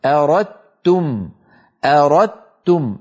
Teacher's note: فيصبح النطق بتاء مشددة ولا يبقى للدال أثر في النطق. هكذا أردتم، أردتم النطق تاء مشددة ولا يبقى من الدال في النطق شيء، تبقى الدال في الخط فقط. · Term: إدغام واجب